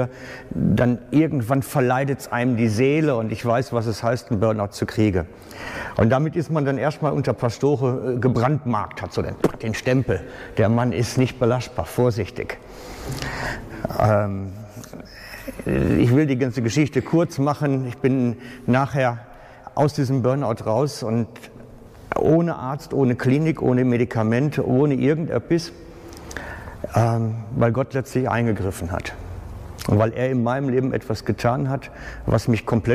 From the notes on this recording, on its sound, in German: Aufnahme vom Pastorentag der SPM im Juni 2019